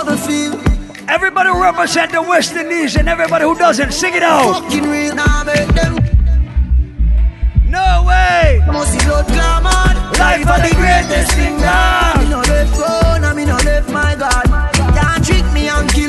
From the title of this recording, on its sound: LIVE AUDIO: ISLAND SATURDAYS 90s VS 2000s BASH PT2